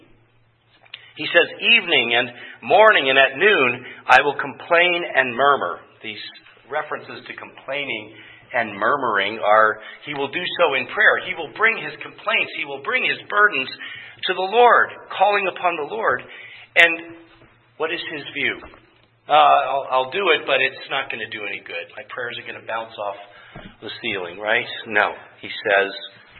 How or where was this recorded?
large echoing room